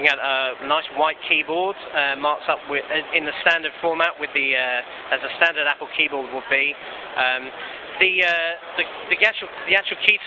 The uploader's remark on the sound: recorded from the showroom floor at MacExpo in London